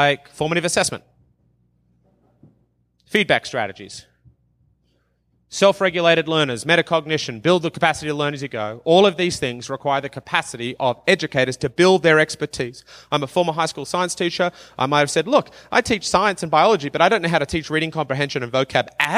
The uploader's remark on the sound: from the 2019 uLead conference in Banff, Alberta